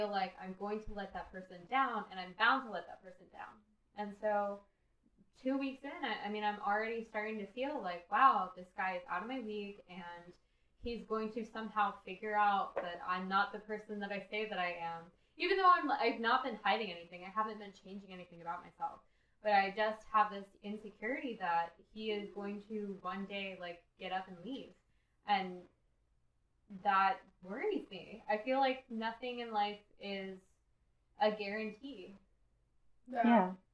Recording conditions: poor sound quality